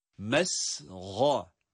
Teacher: Burada sin ince ama kendisinden sonra gelen gayın harfi ise kalın okunan harftir.